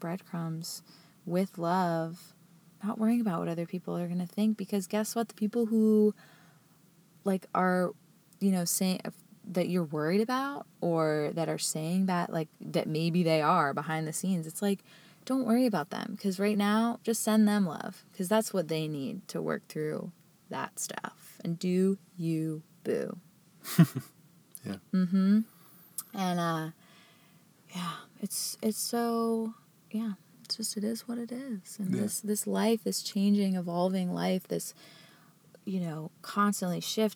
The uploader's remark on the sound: Today, we’re coming to you from the van! We’re super excited to share our first podcast recorded inside the dharma mobile.